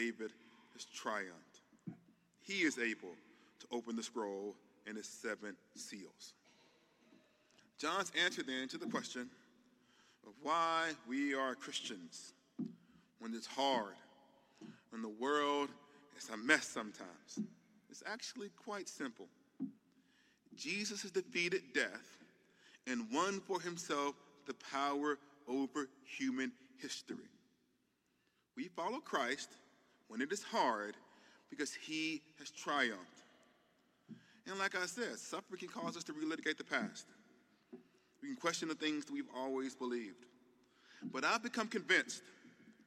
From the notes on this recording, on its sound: The keynote talk from the 15th Annual Mockingbird Conference in NYC.